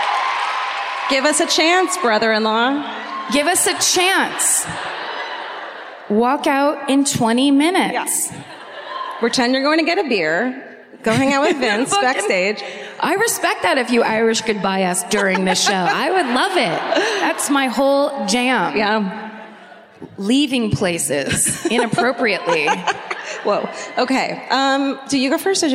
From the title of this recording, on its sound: Live at the Fox Theatre in Detroit, MI (2019)